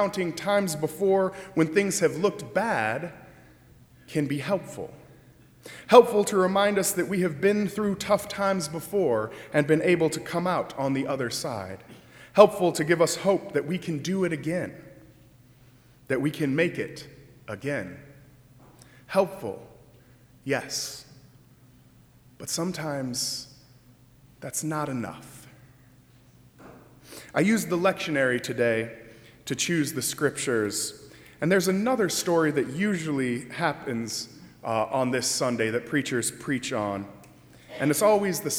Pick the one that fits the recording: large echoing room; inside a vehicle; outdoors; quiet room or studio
large echoing room